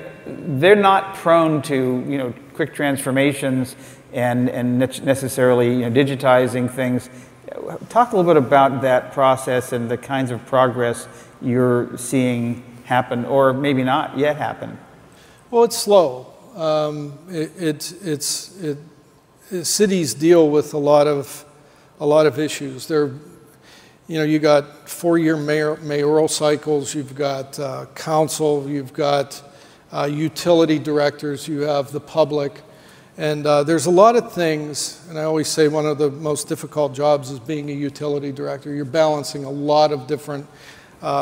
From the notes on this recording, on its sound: The best of live interviews from GreenBiz events.